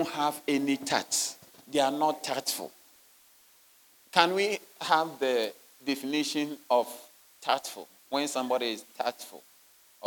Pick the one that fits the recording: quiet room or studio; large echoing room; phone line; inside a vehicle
large echoing room